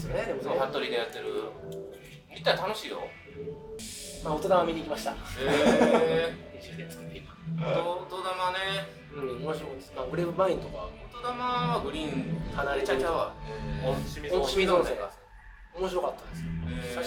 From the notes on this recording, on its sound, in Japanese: 大阪城野外音楽堂・楽屋での収録になり。音声が聞き取りづらくなっております。